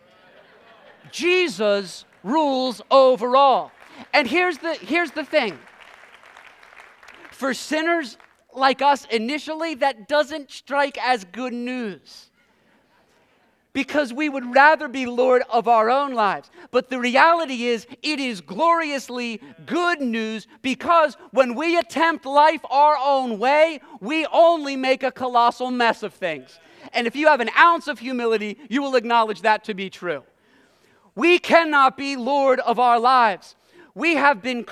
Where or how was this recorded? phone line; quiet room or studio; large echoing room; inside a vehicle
large echoing room